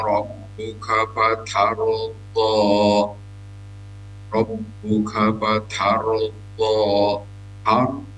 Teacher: Har dibaca agak tebal karena ro di sukun setelah fathah